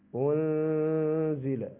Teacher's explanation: أيضا الغنة إخفاء نون ساكنة قبل الزاء